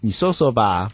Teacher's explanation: 台湾的国语呢，就是翘舌音基本上没有